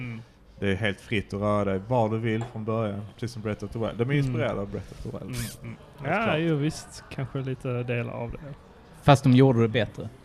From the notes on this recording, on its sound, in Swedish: I detta avsnitt träffas grabbarna på den lokala baren.